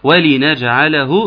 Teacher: هين، اتكلمنا فيها قبل كده، ولنجعله اكسر اللام بتاعت ولي، ولنجعله، فخد بالك من كسر اللام عشان ما تتسكنش